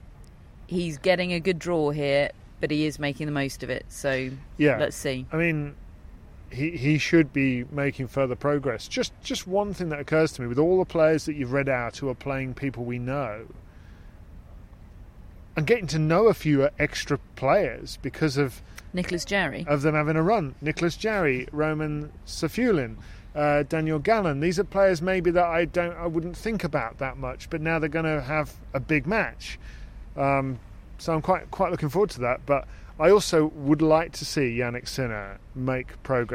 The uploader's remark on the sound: Live from Wimbledon